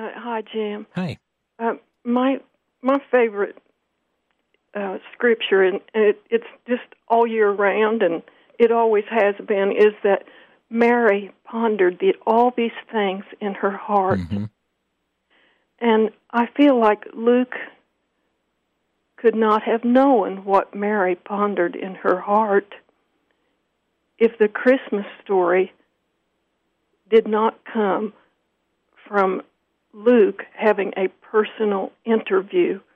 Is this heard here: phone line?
yes